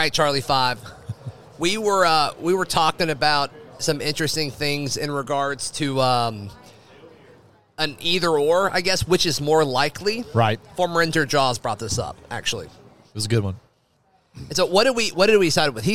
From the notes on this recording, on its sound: broadcast live from Baumhower's in Auburn